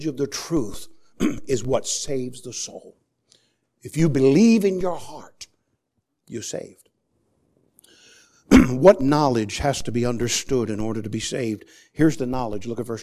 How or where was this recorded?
large echoing room